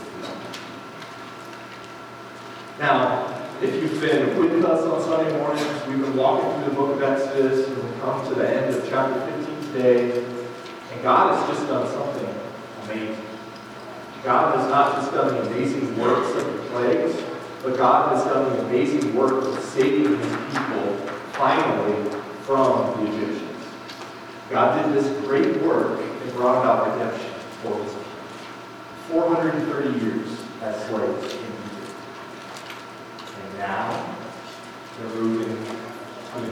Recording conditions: poor sound quality